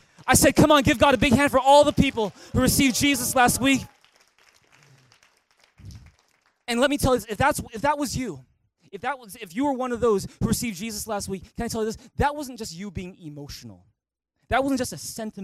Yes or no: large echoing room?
yes